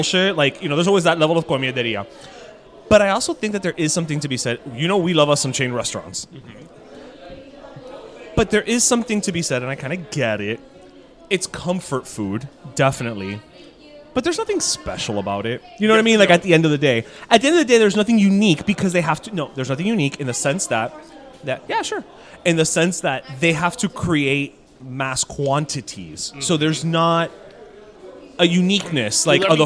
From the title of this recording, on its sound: we’re live from Dos Croquetas!!!